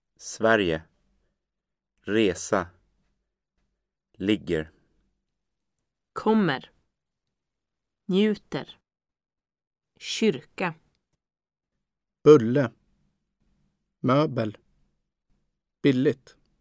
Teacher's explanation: The following words found in Unit 6 and 7 have stress on the first syllable.